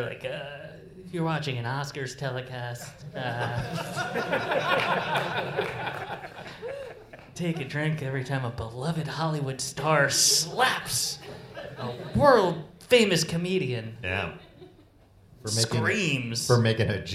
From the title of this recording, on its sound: Live in London